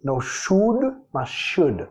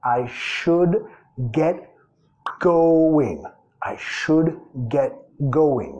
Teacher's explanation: vas a comer la L y es should